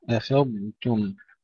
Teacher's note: استطالة الضاد وتفخيمها وإظهارها، نحذر أن نلغمها في التاء، ثم نرقق التاء، لا نقول أفضتم مثلا أو أفضتم، إظهار الضاد ثم ترقيق التاء، أفضتم.